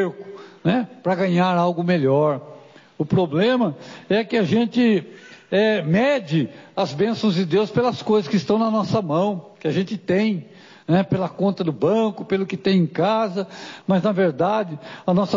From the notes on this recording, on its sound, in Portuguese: Mensagem gravada em 01/09/2023 - Culto de Cura e Libertação